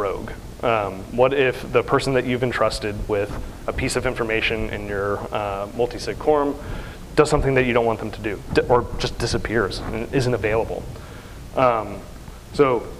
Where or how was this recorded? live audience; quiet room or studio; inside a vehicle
live audience